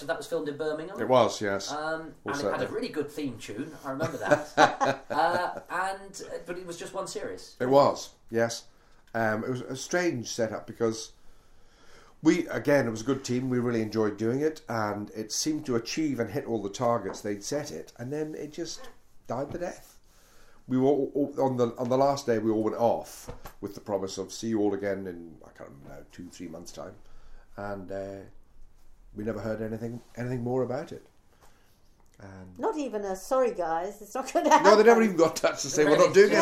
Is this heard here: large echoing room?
no